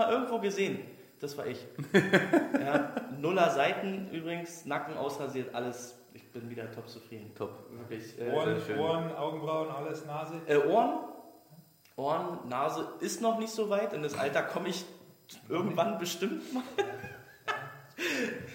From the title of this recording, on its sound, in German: Der Livepodcast